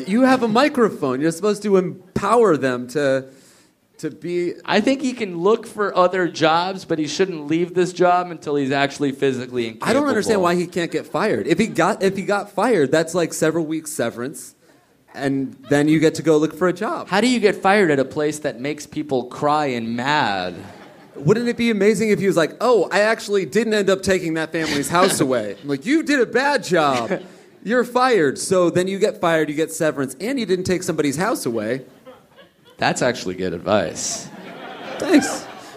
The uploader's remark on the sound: A call from a friend. All live at the Irvine Improv in Irvine, CA!